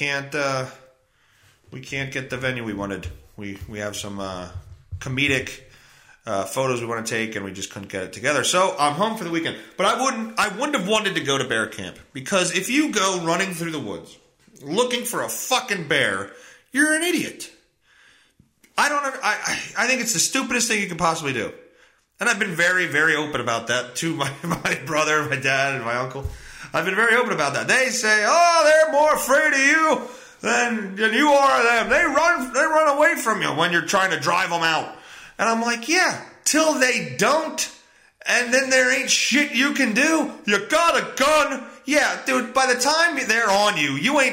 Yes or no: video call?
no